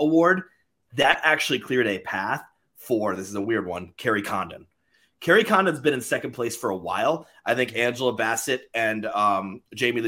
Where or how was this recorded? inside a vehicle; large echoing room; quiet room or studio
quiet room or studio